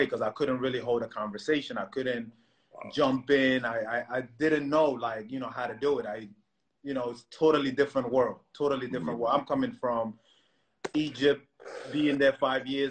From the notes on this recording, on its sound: Whilst the world is locked down during the coronavirus pandemic.